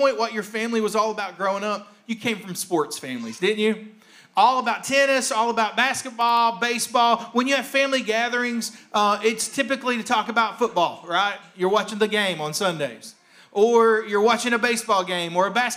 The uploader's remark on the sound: A rebroadcast of the message from our service on January 17th, 2021.